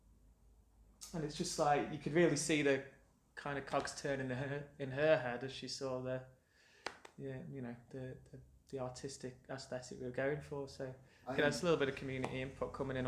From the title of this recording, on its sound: The Potteries Pubcast at the Captain's Bar